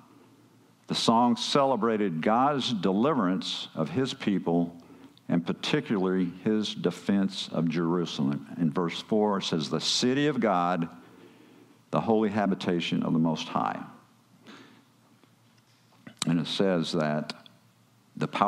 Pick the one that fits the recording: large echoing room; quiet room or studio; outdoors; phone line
large echoing room